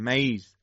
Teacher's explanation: نوک زبان آزاده و دور از مخرج را قرار داره · Term: را جوفی